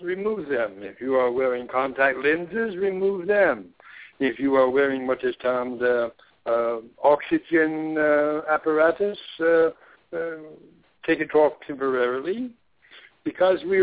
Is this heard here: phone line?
yes